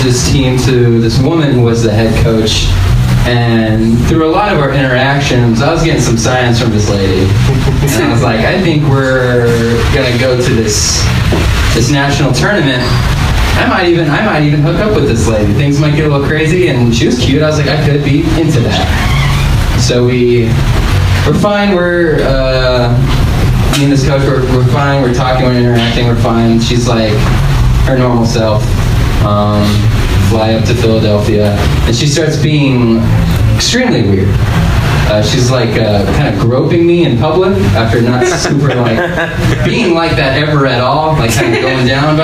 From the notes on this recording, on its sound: Live from Genuine Joe's